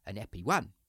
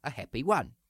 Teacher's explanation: The Cockney who's becoming educated might put the H's back in. · Shown in: second take · He might not hit the glottal stops as hard.